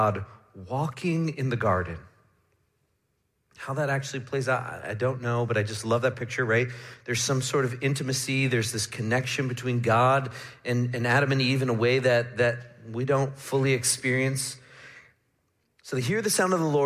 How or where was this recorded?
large echoing room